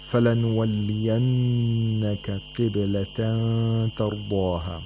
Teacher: noon which has shadda, so we have to apply the nasalization for two vowel counts